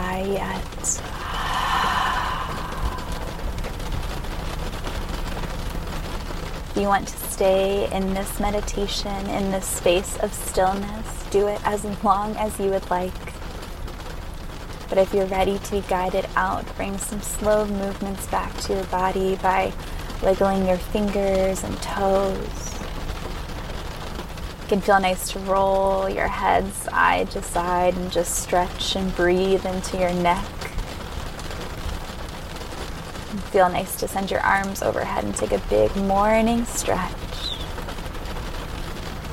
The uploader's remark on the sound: recorded in her car during a rainstorm